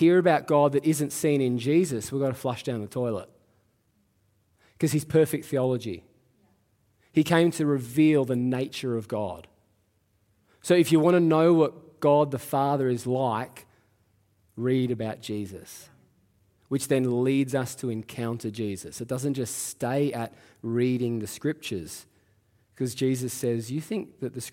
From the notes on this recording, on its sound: Live at Echo Church Melbourne